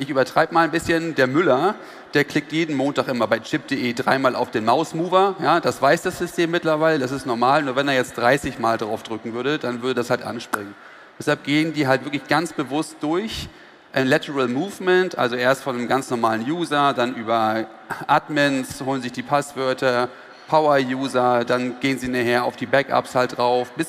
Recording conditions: busy venue